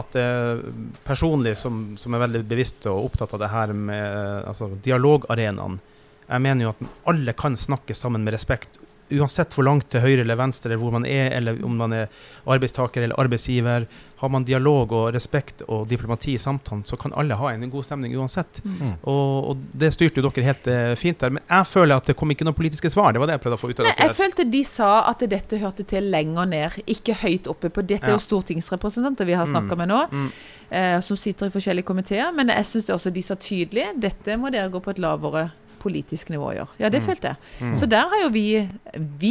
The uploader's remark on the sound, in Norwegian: En podcastinnspilling på loftet av Steenhuset i Arendal etter arrangementet. Denne episoden er altså spilt inn under Arendalsuka i august.